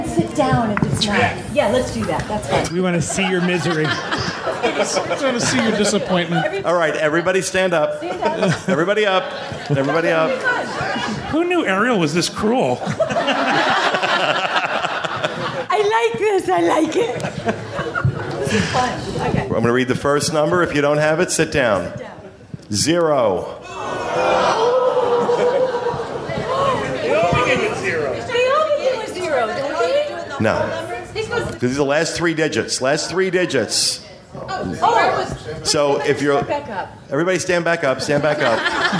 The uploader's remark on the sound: Podcast Cruise 5.0 Live Show. On board the Disney Magic at our live show recorded on Podcast Cruise 5.0.